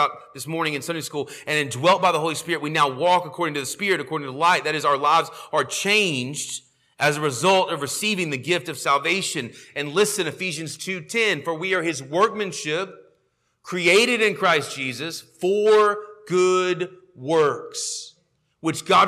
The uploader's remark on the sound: sermon audio from our morning service